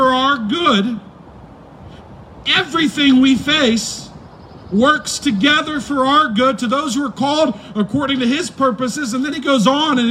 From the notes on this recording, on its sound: preached on May 3, 2020 at the Tarrant Bible Methodist Church drive-in service